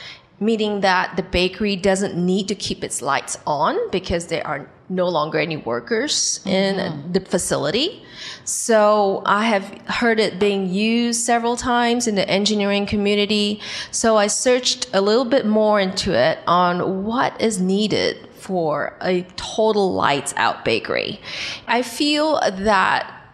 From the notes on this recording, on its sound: In this special episode recorded live from the show.